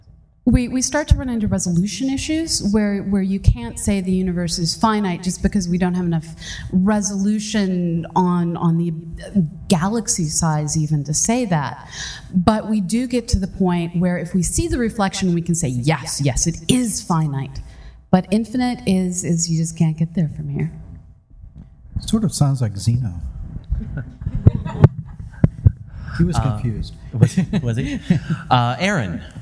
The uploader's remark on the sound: Live from DragonCon 2014